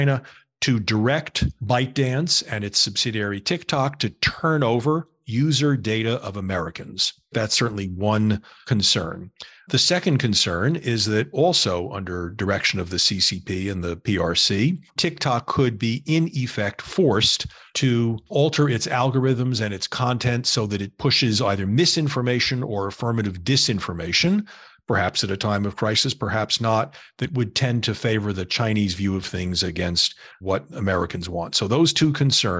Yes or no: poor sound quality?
no